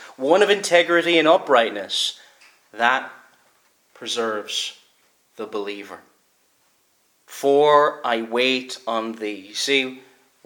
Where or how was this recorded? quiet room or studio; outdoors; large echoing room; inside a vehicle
large echoing room